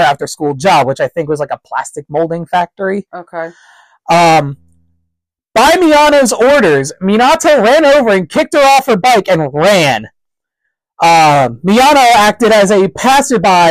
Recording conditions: distortion